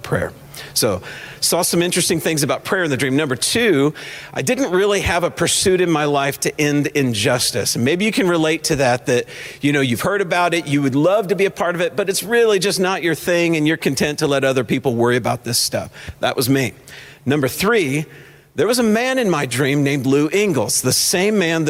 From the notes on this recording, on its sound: This week’s podcast was an event I heard live